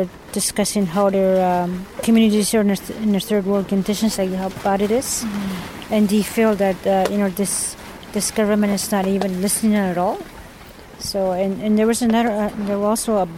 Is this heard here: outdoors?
yes